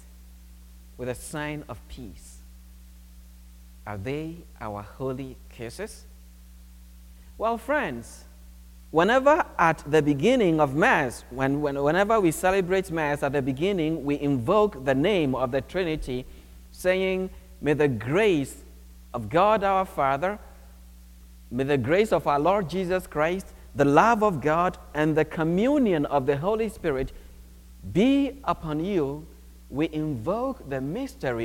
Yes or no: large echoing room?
yes